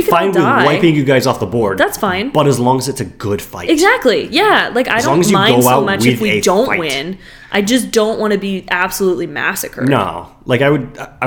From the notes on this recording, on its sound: sorry about the echoes!